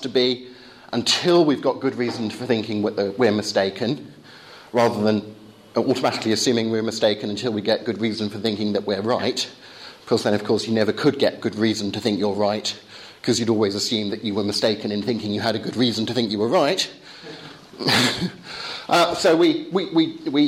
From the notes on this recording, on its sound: course at Higfield Church Southampton